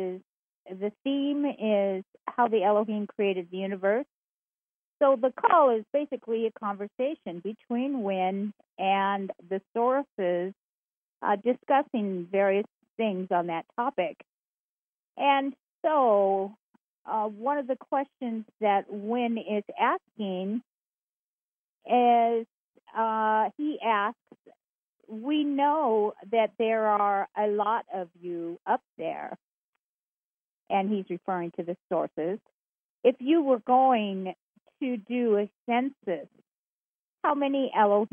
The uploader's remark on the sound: Conference Call LIVE, November 8, 2021